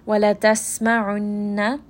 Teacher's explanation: seen is going to have safir, safir meaning that there is a slight whistling sound. So you're just going to rest on that scene as well.